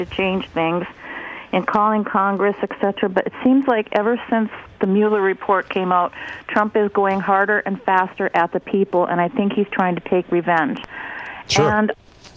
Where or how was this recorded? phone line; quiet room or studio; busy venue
phone line